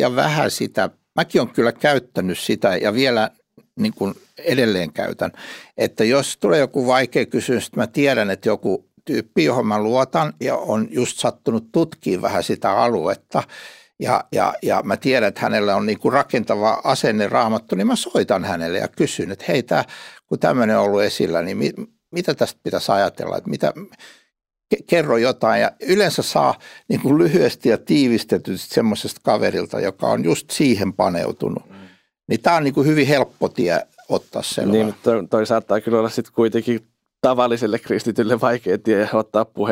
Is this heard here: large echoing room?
no